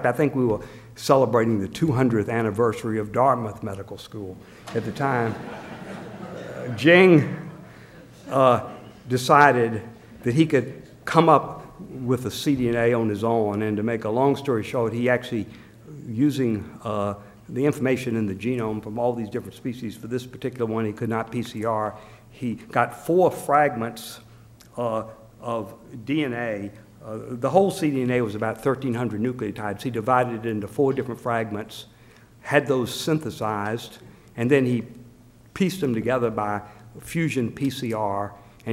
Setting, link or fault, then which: setting, live audience